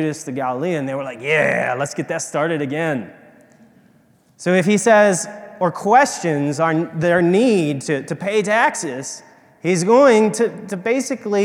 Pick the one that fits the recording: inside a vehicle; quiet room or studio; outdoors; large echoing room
large echoing room